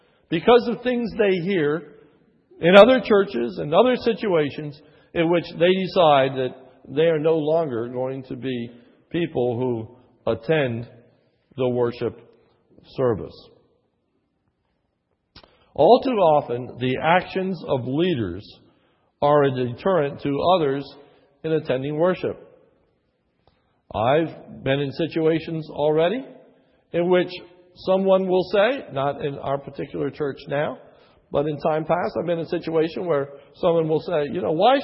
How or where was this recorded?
large echoing room